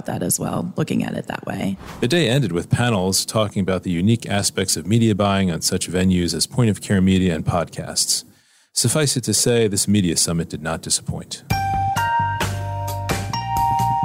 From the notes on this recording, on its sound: Interviews from the Media Summit sidelines. Soundbites from the sidelines of the MM+M Media Summit.